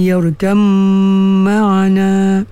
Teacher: ba dan mim ni satu tempat keluar dia, ba mim, iaitu bibir mulut, ya. Jadi itu kan, ya bunai yurkam ma'ana, yang tu yang dinamakan idgham mutajanisai.